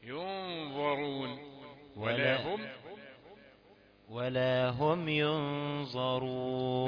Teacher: لا لسه فيها الظاء، يعني ايه كظاء العوام. لا، احنا عاوزين الظاء لثويه، لثويه يعني تنطق من اللثه